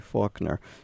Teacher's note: That name preserves the original L-less pronunciation of the name of the bird, Falcon.